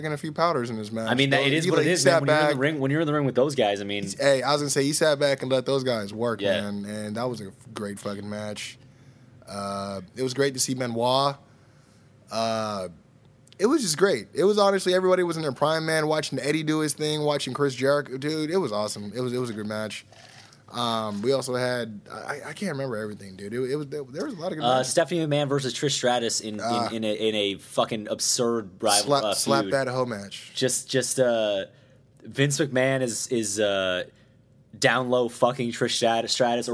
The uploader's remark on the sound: we record live in Las Vegas for Ring of Honor's 16th Anniversary Show